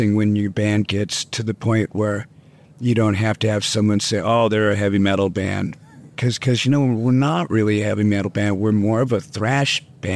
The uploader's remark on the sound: In our exclusive ROCK ANTENNE interview at Summer Breeze Open Air 2023.